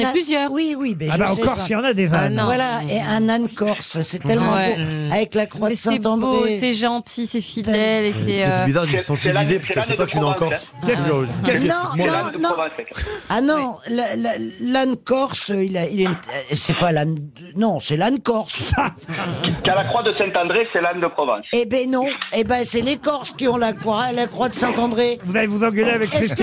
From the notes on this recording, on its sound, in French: était au téléphone dans l'émission ce 30 novembre